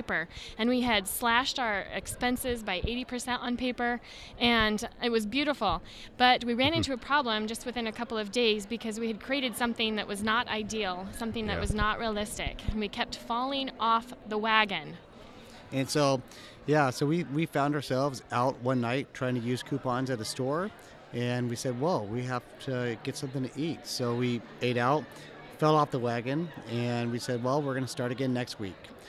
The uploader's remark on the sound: today's episode live from FinCon in Dallas, TX.